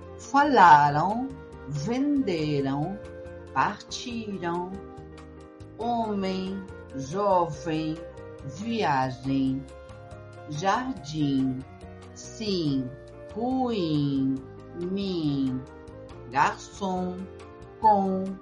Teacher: Fíjate que yo nunca cerré los labios. · En portugués la M final no se pronuncia. En realidad lo que se pronuncia es una vocal nasal. Así que todas las palabras que tengas en M, no cierres la boca y trata de pronunciarlas de esta manera.